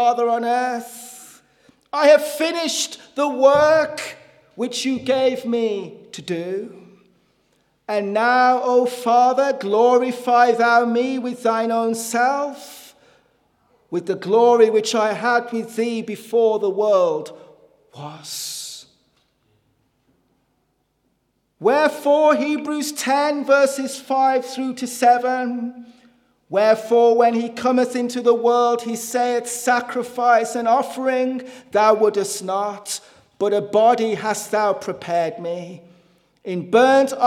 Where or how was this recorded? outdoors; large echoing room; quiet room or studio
large echoing room